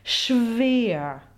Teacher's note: almost have a tiny feeling of a shadow vowel before the voiced consonant to make sure that it's really voiced